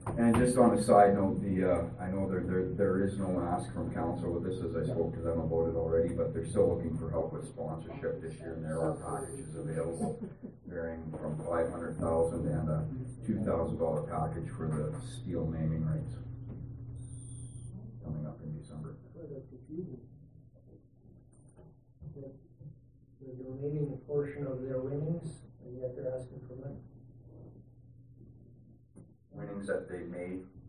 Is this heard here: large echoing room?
yes